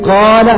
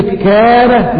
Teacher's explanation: فنجد أن الألف في كلمة قال مفخمة، أما الألف في كلمة كان نجد أن الألف مرققة نظرا للكاف. فليحذر كل إنسان يقرأ، فربما بعض الناس إذا قرأ يقول كان ويفخم الألف.